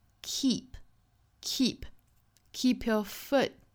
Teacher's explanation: 中间的 your 弱读成 y，那一定要注意它是一个弱读式啊